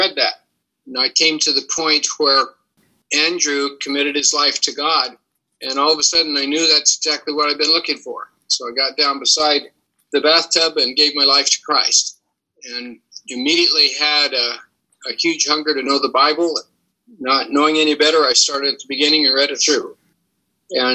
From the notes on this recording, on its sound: testimony in our Zoom meeting #19